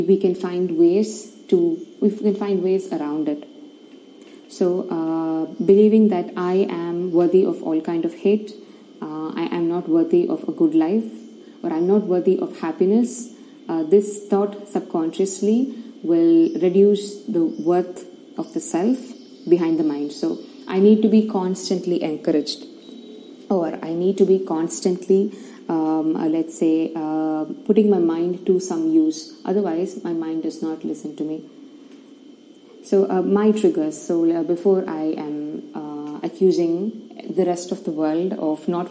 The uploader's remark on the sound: please excuse the background noise!!